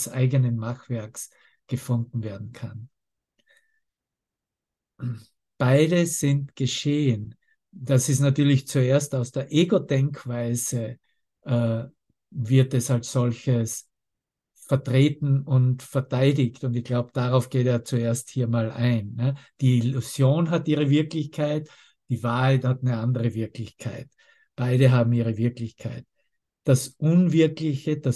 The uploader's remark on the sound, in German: Zoom-Session. Veranstaltet von der Aleph Akademie.